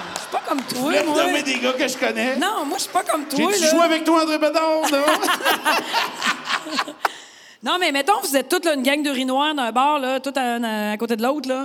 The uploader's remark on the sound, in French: Cet épisode a été enregistré devant public Chez Roger Bon Temps à Québec.